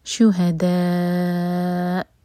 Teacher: حمزہ کا cut off sound clear سنائی دے